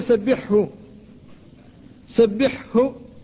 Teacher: فالحاء والهاء كلتاهما حلقية من أحرف الحلق فهما متجانستان